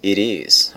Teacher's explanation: Observe que o T do it tem um som meio de R, aí fica meio it is, ok?